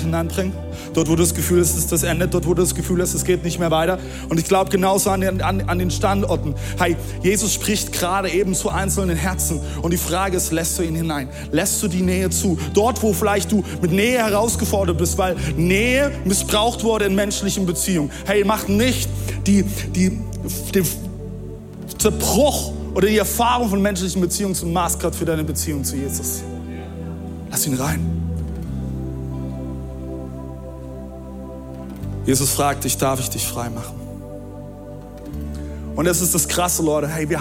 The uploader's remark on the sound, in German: Audiomitschnitt der Predigt